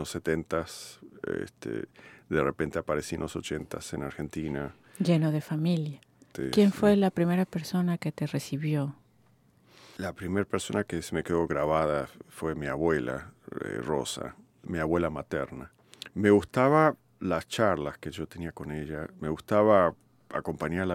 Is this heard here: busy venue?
no